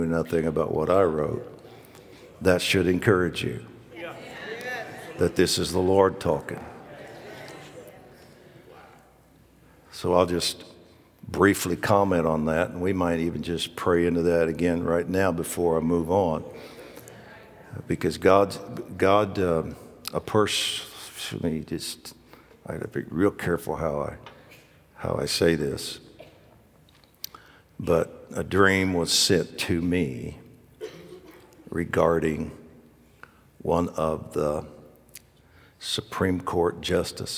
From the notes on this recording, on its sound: Recorded live at The Hub. The Oasis Church, Middletown Ohio.